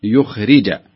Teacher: يعني بعض الناس يتأثر الخاء على الراء فتجد يقول ليخري، عرفت؟ وهذا خطأ، صحيح ليخرج، اكسرها كويس الراء